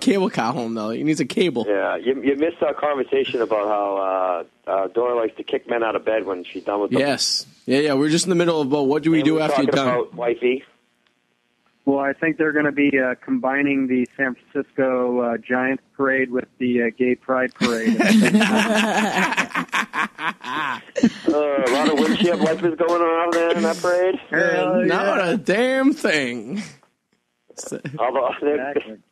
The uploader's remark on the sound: Calling in from the find city of Wakefield. Gets very worked up on the phone.